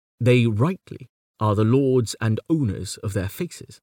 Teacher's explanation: The line has the regulation 5 stresses of the iambic pentameter, but is irregular in having 13 syllables.